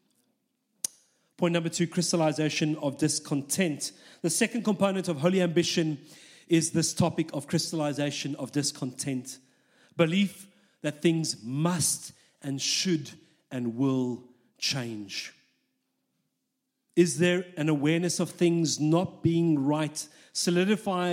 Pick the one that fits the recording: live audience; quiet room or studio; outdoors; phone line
live audience